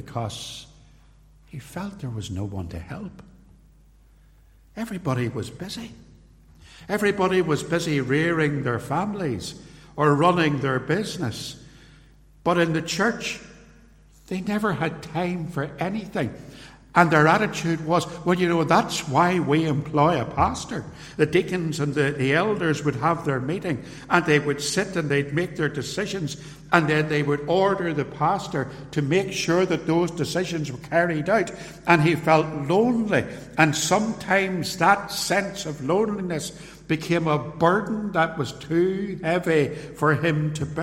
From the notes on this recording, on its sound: recorded at Templepatrick Reformed Church